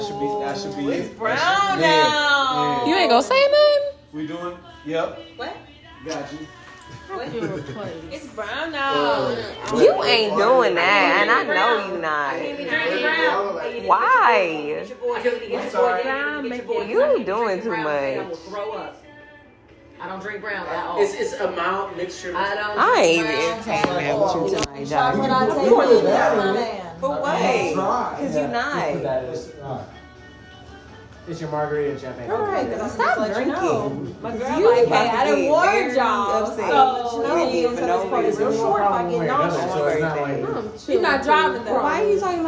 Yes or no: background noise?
yes